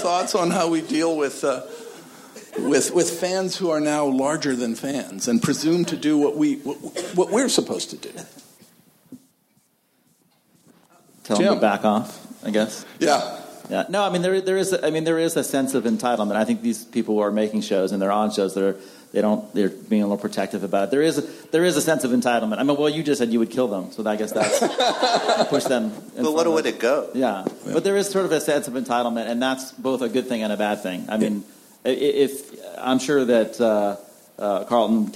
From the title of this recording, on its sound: Spoiler Alert panel from ATX